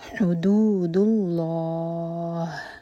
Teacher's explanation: اللہ تعالیٰ کے نام میں جو لام ہے اس کو منہ بھر کر پڑھا جائے گا